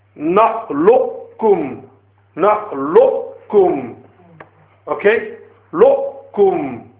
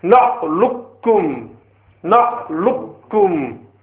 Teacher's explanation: the preferred method is that you change the qaf into kaf and assimilate and combine them and read it as one. · Shown in: second take